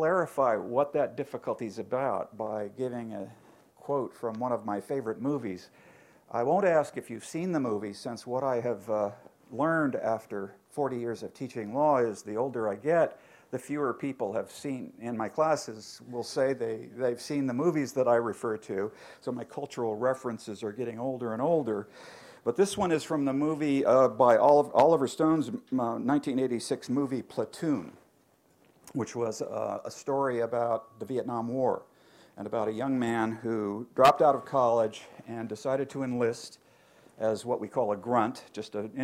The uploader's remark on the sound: Birkbeck Inaugural Lecture